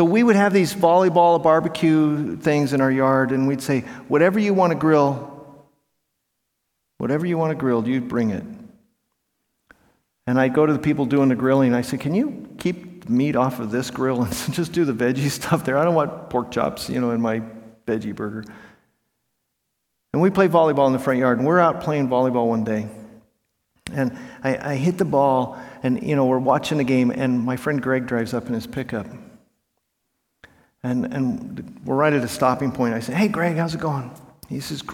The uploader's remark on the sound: In this talk from Monday morning of the 2023 Propel Conference